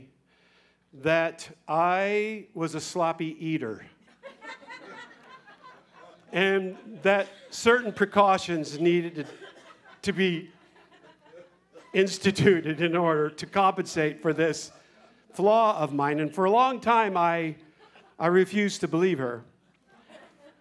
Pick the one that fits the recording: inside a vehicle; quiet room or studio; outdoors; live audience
live audience